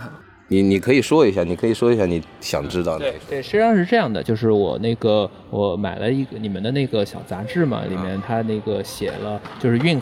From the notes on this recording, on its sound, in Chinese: 2021年6月5日北京疆近酒现场录音